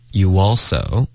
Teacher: you 跟 all 之间会添加一个很轻的 w 音 · Term: 连读